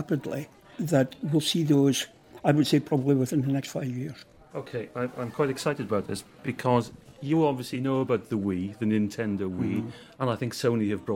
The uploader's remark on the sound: listened in to a panel of experts at a ‘Growing Old with Pain: Innovation, Creativity and Development’ conference in Edinburgh